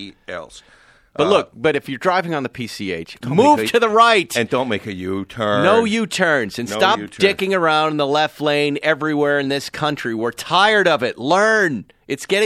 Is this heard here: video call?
no